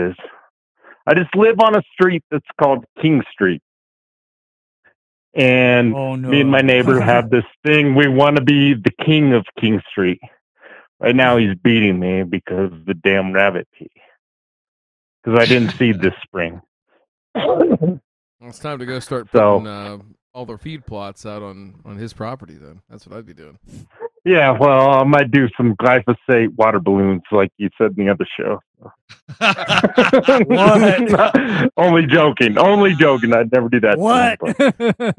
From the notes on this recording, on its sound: We take some live calls.